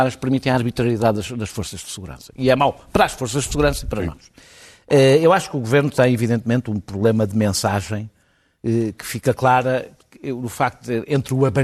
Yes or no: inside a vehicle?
no